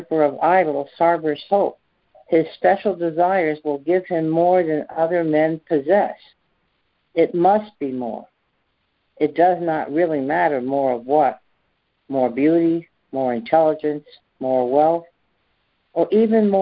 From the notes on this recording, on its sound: ACIM Daily Conference Call